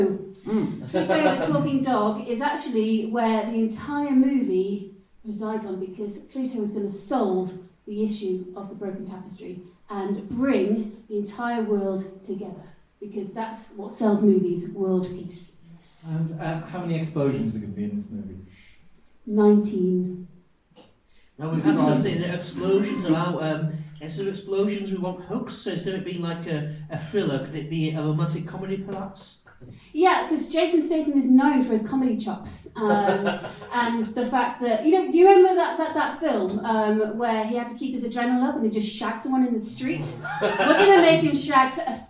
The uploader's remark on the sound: LIVE from Newcastle Improv Festival. Broadcast in front of an audience, as part of the Newcastle Improv Festival. As this was recorded live in a busy theatre with a lively audience, the sound quality isn’t as great as our usual episodes.